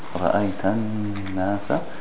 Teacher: ورأيت الناس شد على النون. Two beats with the nasal, the غنة